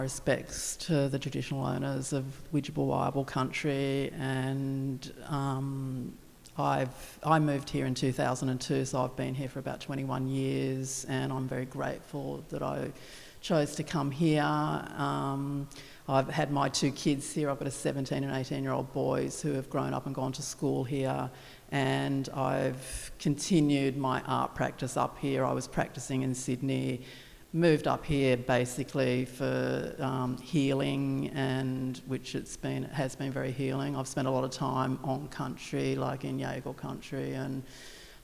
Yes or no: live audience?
yes